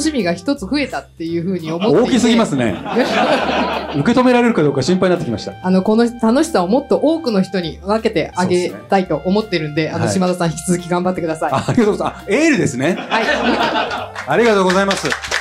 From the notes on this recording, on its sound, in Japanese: 公開収録がついに実現! 参加者との交流で心温まる前半戦。飲食自由、プレゼントもありな公開収録スタート!